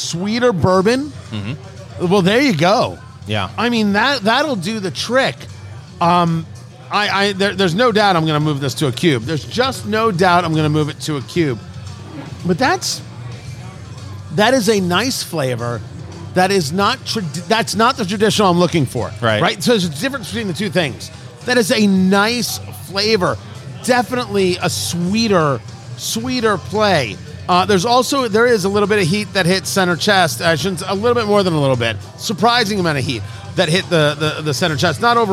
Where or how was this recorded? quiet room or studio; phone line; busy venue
busy venue